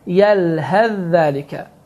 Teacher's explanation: burada sə hərfi oxunmur, zə hərfi şəddələnir. Və fikir versəniz, zəl hərfin üzərində şəddə yazılıb və bu da ona da dəlalət edir ki, birinci özündən əvvəlki olan hərfi oxuma. · Term: idğam